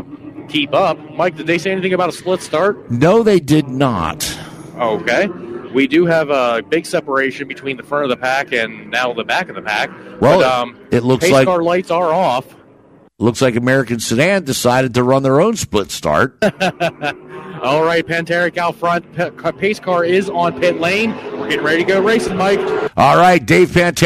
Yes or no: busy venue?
yes